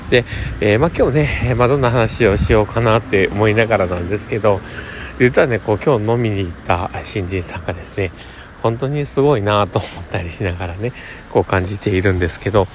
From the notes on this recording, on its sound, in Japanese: 酔っぱらい配信。歩きながらw。From Radiotalk。